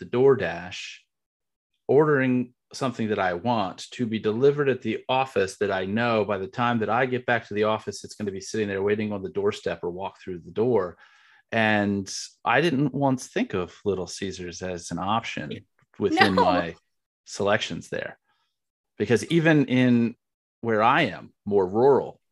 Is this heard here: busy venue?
no